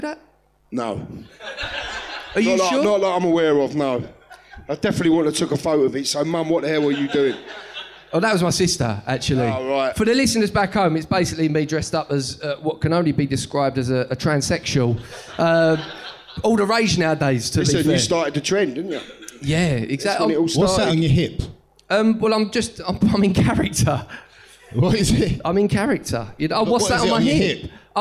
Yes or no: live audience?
yes